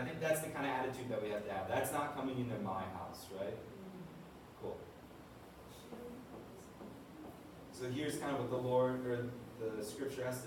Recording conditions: poor sound quality